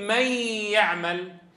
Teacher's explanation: الجزء اللساني يتحول إلى مخرج الحرف الآتي بعدها، صارت مي، والجزء الخيشومي يبقى مستمرا. إذن عند الإدغام بغنة يتحول النصف اللساني إلى مخرج الحرف الآتي بعد النون، مي مم، ويبقى صوت الغنة ظاهرا مطولا مصاحبا لنطق الحرف المدغم.